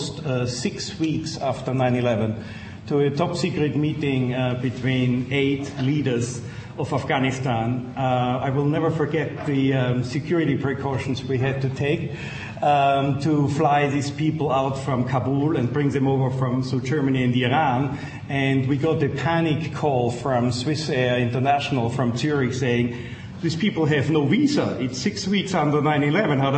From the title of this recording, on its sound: Princeton Colloquium on Public and International Affairs - Day One - Dodds Auditorium 1:00 pm session